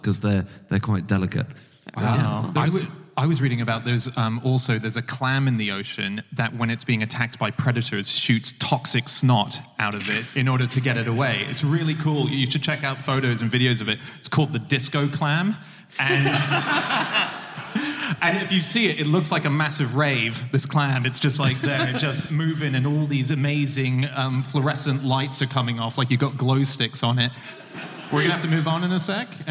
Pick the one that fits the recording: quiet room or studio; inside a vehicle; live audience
live audience